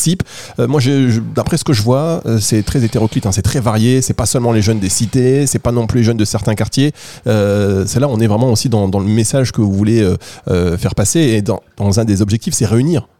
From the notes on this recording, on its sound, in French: Dans ce numéro spécial de Parole partagée à Nice, en direct de la scène de la Cuisine du Théâtre National de Nice pour le lancement de 7ième édition du concours Moteur !